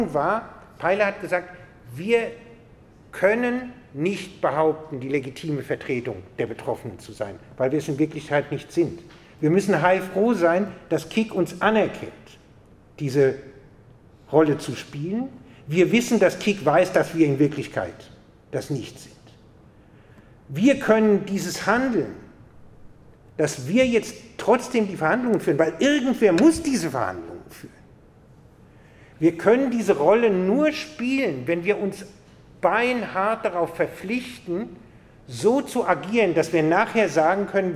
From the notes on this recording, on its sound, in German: Ein Vortrag an der Uni Freiburg